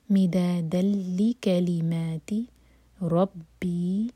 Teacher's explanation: اور مدادن کی تنوین کے بعد لام ہے تو یہاں پر ہے ادغام بغیر غنہ کے، ناک میں آواز بالکل نہیں جائے گی